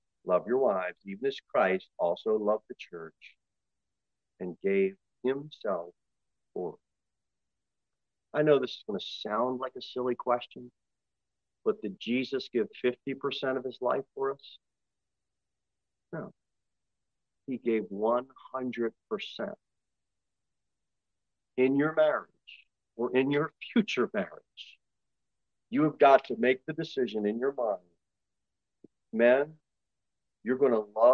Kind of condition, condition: setting, large echoing room